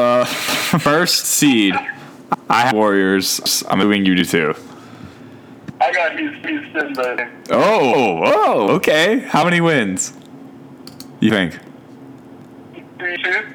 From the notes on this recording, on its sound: Sorry for the bad audio quality